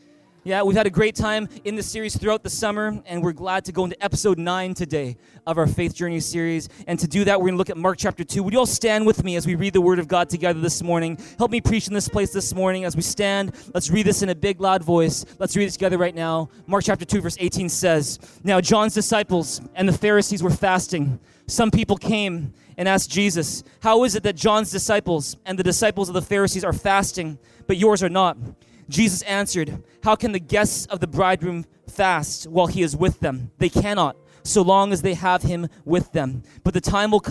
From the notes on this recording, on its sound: Recorded on August 25, 2019 at THRIVE Church Vancouver, Canada